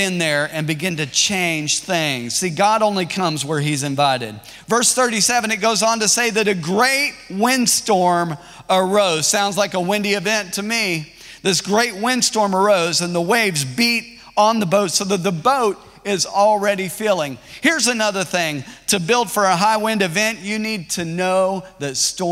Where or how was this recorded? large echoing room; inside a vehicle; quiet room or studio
large echoing room